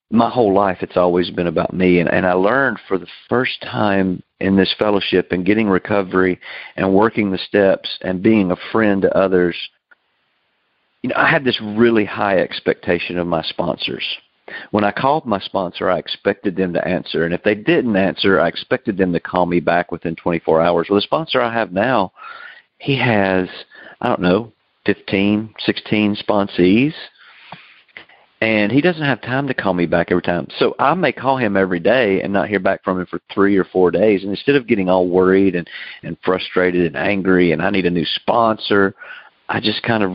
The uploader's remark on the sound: Noon Phone Speaker Meeting